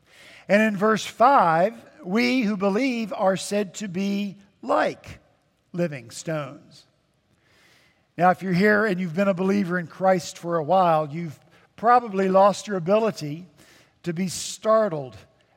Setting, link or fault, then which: setting, large echoing room